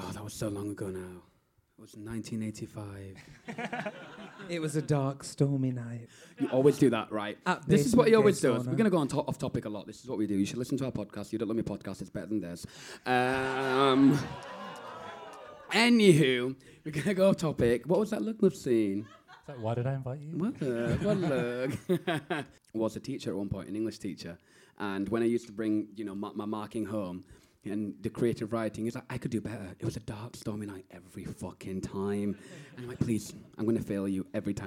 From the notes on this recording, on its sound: In our second Queer Talk Live show we invite the boys from You Don't Love Me Podcast to the stage. Full performance and interview recorded live at Above The Stag Theatre.